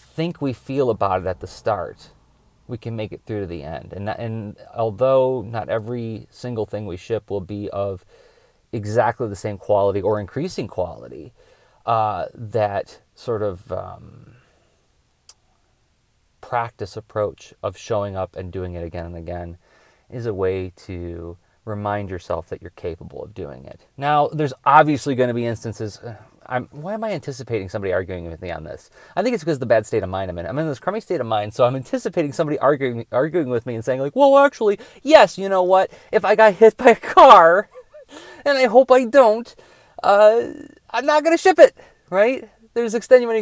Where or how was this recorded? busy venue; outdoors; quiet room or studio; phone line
outdoors